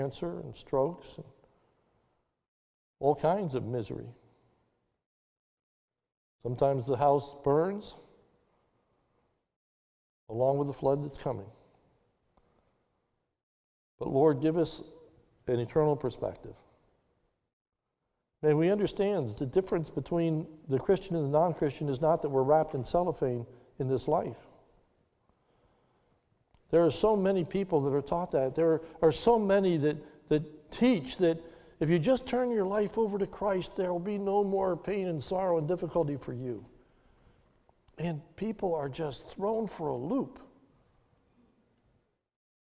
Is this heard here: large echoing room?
yes